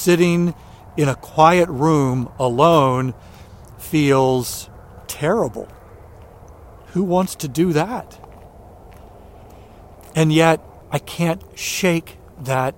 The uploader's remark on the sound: During today's ten-minute walk